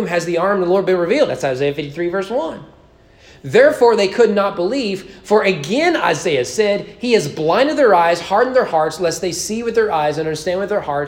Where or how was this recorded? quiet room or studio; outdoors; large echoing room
large echoing room